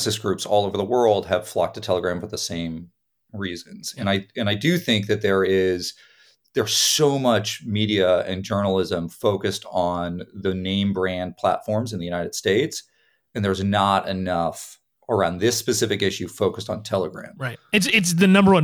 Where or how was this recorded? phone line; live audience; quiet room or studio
quiet room or studio